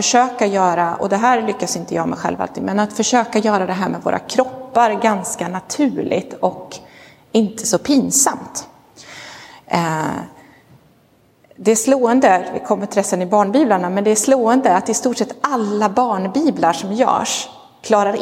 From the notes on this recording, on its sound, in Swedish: Inspelad i Roseniuskyrkan